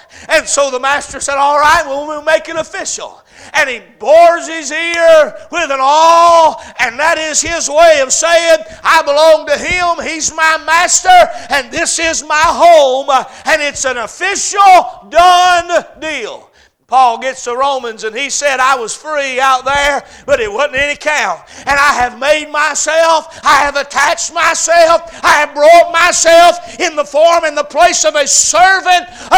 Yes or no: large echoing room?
yes